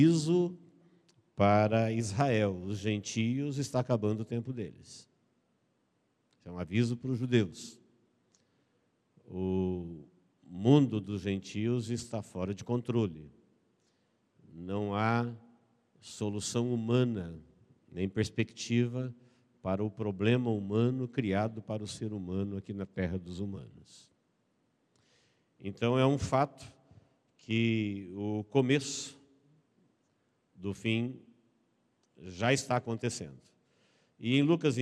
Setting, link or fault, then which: setting, large echoing room